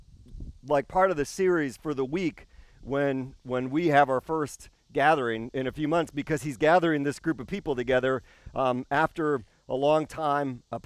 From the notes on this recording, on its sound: This service was filmed and recorded outside.